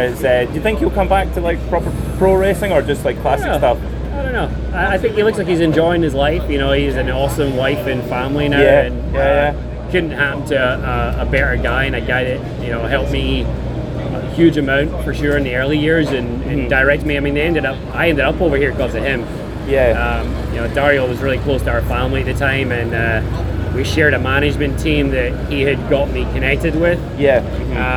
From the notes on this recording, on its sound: Live from Daytona. Sits down outside the Starworks motorsports trailer in the Daytona paddock.